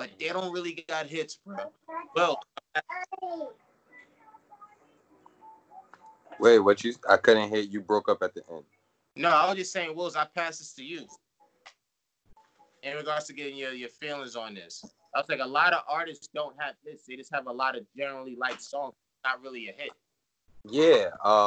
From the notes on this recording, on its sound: We had to scrap at least 20 minutes of material due to the poor audio quality from Skype.